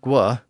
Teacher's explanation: apparently the French barely pronounced the G part. They just needed that G consonant in there to help them get to the W sound at the front of the word · Term: GW sound